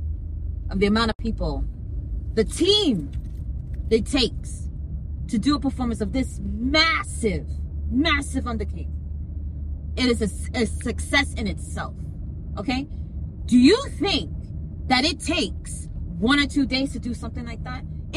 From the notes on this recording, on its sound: Welcome to School Commute Convos where we have conversations about random topics while driving our children to school.